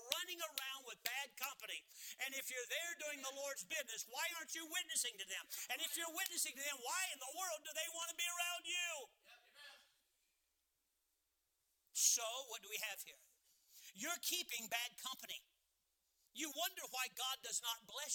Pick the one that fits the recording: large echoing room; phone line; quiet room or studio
large echoing room